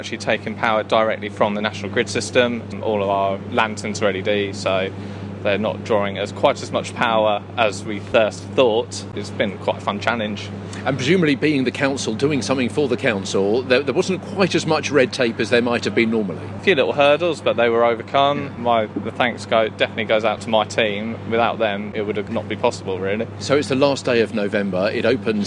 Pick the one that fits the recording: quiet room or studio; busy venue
busy venue